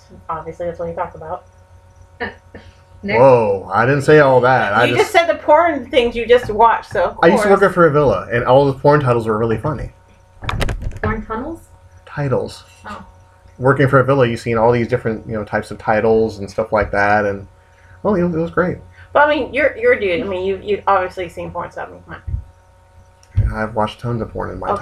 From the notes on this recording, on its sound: We do apologize for the irritating scratching noise. It's the beauty of live podcasting!